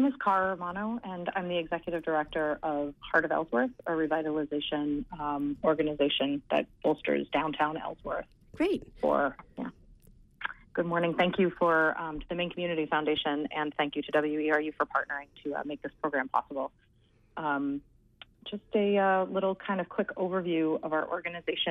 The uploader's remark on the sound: This was WERU’s 3rd year celebrating Giving Tuesday with a call in show dedicated to area nonprofits. Representatives from area nonprofits called in to talk about the work they are doing in the community.